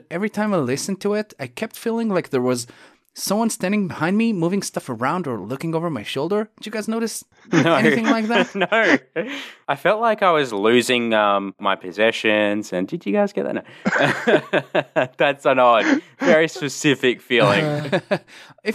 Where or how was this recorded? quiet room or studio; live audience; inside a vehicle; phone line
quiet room or studio